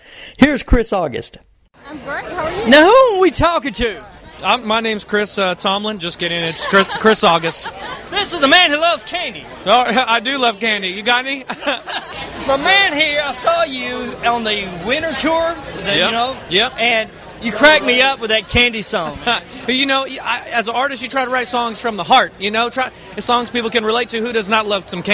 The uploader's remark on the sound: K-Love Music Fan Awards Red Carpet Interviews – Nashville, TN